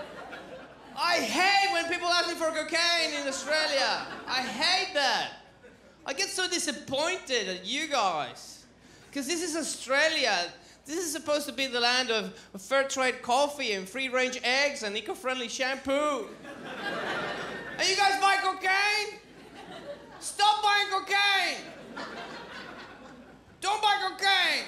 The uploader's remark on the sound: Recorded at the Melbourne International Comedy Festival's Comedy Up Late for ABC2